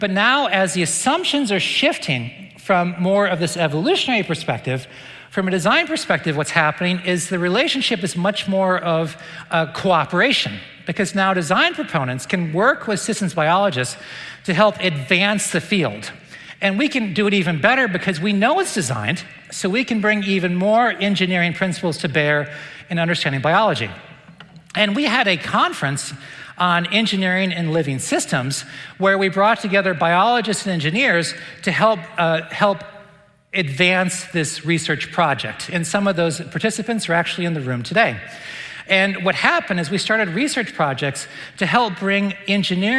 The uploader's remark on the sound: recent lecture at the Dallas Conference on Science and Faith